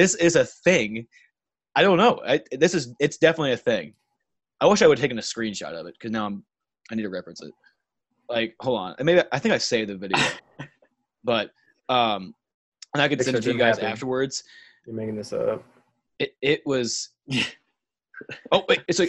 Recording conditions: video call